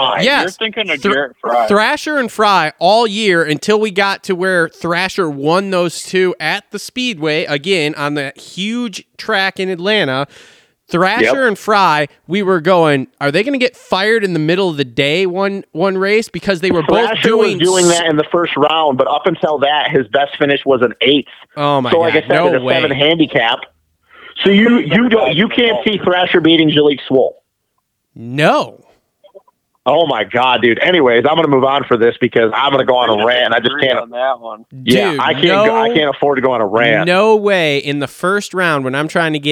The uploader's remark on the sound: Get on the phone.